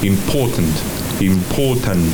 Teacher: No pronunciamos ni la O ni la R del medio en importante.